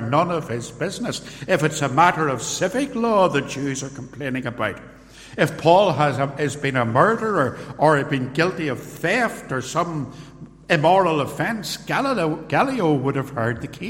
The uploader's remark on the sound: Sermon, preached live at Templepatrick Reformed Church.